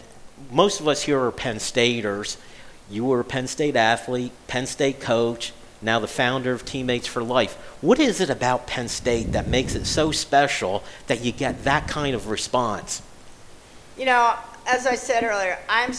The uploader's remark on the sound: Our first show, held live at Cafe 210 in downtown State College